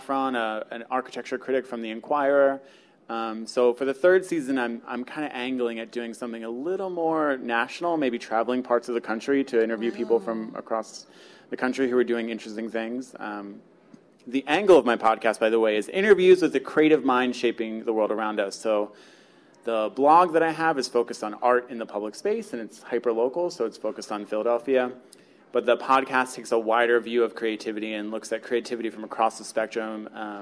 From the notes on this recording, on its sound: Artblog's very first live podcast recording took place June 20 at the amazing Tattooed Mom on South Street